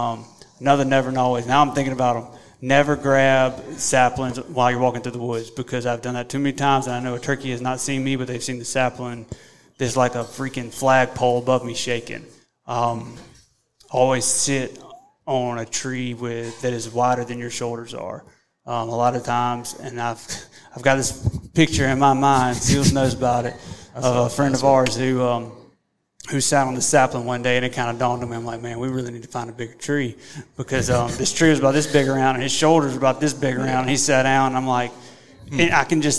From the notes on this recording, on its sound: Scouting for Turkeys, Henned Up Gobblers, & Live Q&A - LIVE from Nashville. Recorded LIVE in Nashville.